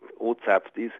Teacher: es geht hier eher um die Betonung, dass man wirklich dieses O betont. Dass das als die betonte Silbe ist.